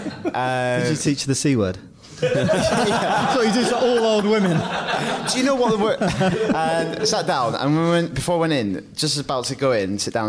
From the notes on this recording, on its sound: Recorded in front of live, quite petrified studio audience.